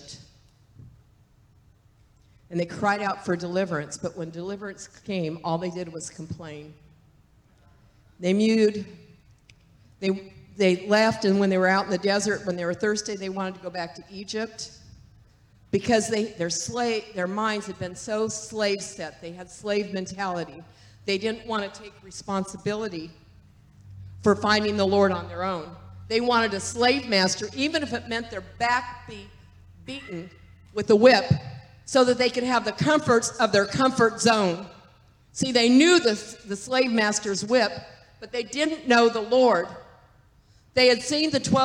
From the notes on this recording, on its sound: This message was recorded on September 3, 2023, at Gateway Church in Richmond, Indiana